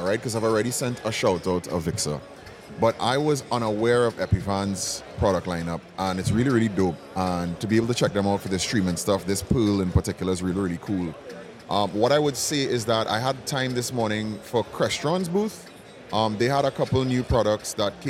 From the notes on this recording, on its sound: If it sounds a bit different, it is because this episode was recorded right on the show floor of InfoComm 2023. HETMA had their own booth, and even a setup to record shows!